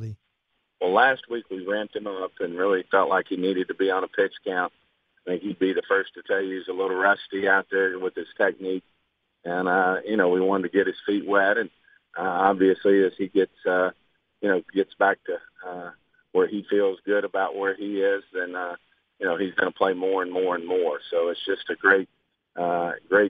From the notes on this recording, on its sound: called in to the Ben and Skin show